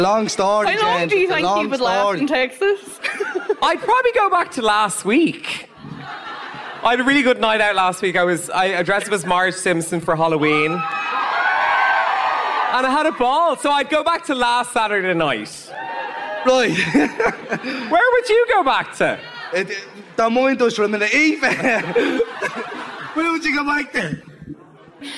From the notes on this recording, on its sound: After our shows at the National Stadium we decided to go back to the archives and bring you some of our favourite bits from our live shows, going right back to the start.